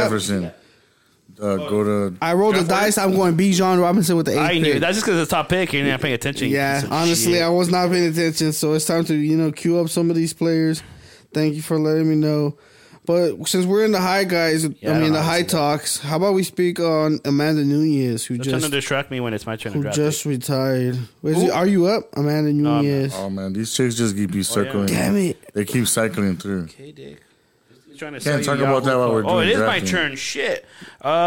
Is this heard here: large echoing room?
no